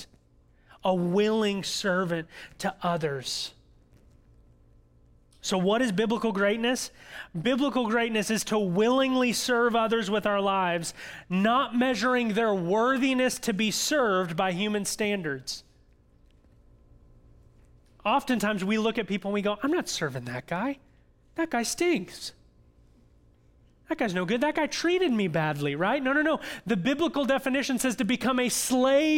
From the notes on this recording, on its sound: audio from New City Church in Champaign-Urbana, IL